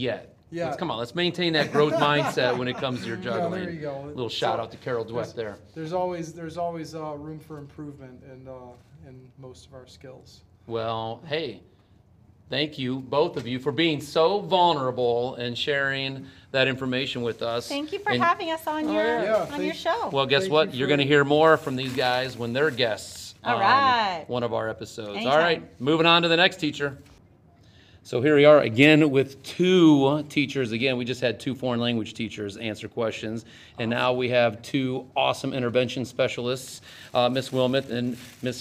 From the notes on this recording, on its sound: Had a bit of a slow night at parent/teacher conferences so I took advantage of it to roam around and ask teachers one question.